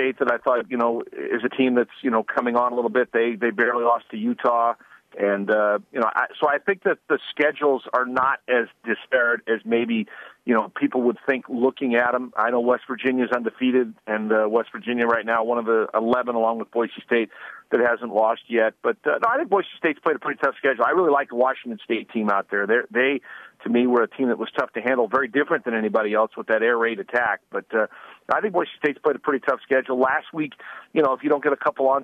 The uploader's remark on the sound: calls in from Boise